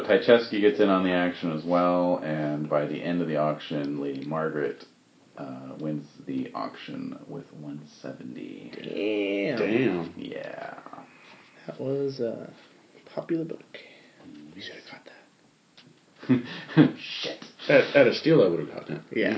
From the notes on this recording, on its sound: This special "Los Angeles chapter" incarnation of the Esoteric Order of Roleplayers. Apologies if the volume level is a little dodgy; I was obliged to record directly off my iPhone, precariously perched on a Coke can.